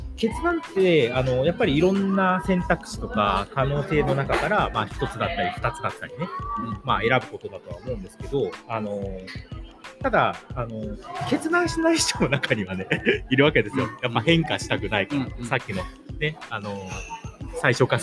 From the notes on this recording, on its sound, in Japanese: 逗子にある渚橋珈琲で、読書会をやり、その後ラジオ収録してみました。